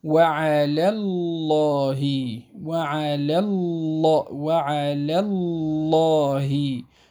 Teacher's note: اللام التي في على هي مرققة على أصلها، أما اللام التي في اسم الجلالة الله فإنها تفخم لأن ما قبلها مفتوح.